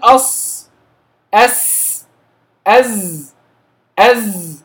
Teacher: صوت يشبه صوت الطائر يصحب النطق بأحرفه كما قال الشيخ، تحس أن الصوت بيجري بصورة تشبه صوت طائر، أو تشبه زي ما سموه تشبه الصفيق، يعني هو صفارة بتطلع مع الصوت. · Term: الصفير